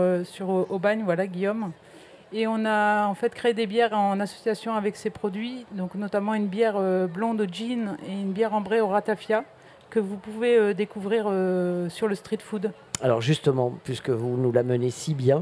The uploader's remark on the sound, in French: Radio Grenouille au Street Food Festival. Dans le cadre du Street Food Festival 2023, le Grand Pastis délocalise son plateau et s'invite au pied de la Cathédrale de La Major pour l'occasion. Ses invités, présents sur les stands ce jour là.